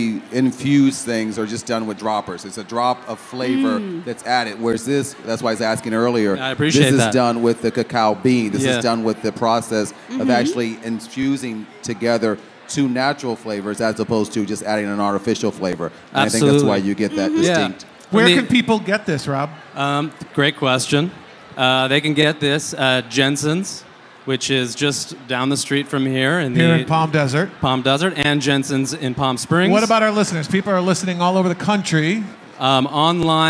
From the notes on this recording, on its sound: Broadcast LIVE from the 2014 Food and Wine Festival Palm Desert. Broadcast LIVE from the 2014 Food and Wine Festival Palm Desert.